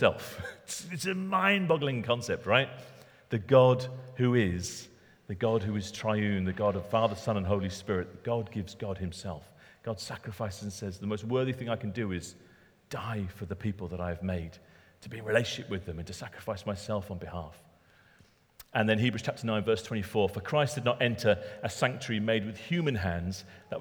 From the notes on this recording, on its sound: Talk recorded at Middlesbrough Community Church.